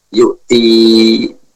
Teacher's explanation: I-nya dipanjangkan dua harokat. Contoh waqaf dengan kasrah yu'ti. · Term: ya madiyah